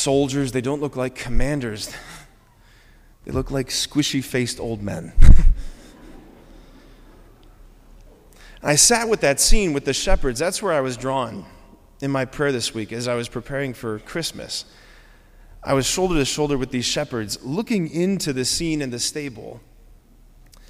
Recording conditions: large echoing room